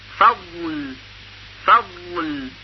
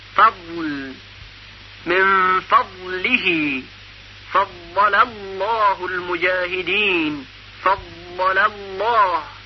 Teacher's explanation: وقتی میخواهیم زاد رو تلفظ کنیم، هوا از بین کناره زبان و از راس عبور میکنه و در محلی که نزدیک به مخرج لام هست صدای زاد رو به وجود میاره